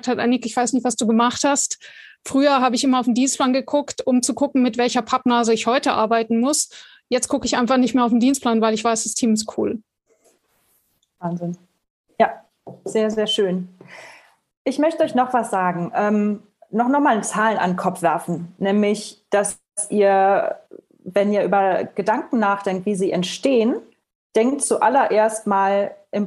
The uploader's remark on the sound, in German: Podcast zum interaktiven Live-Webinar